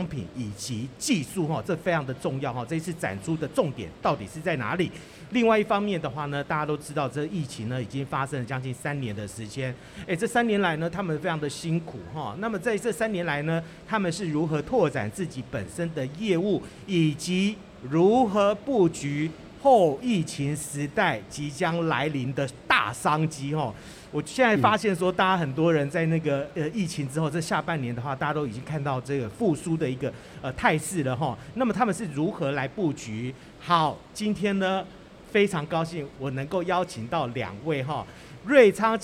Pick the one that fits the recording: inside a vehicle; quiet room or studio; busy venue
busy venue